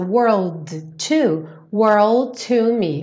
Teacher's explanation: E aqui no caso, world to me, ou seja, o D já vira o T do to